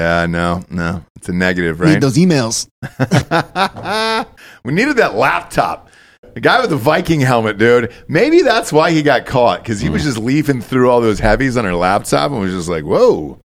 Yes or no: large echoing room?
no